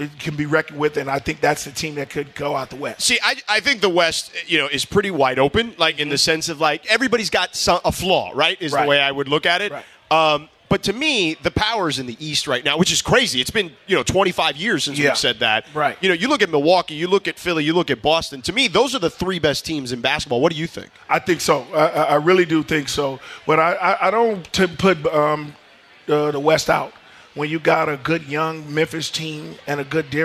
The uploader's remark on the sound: LIVE from Yaamava Resort and Casino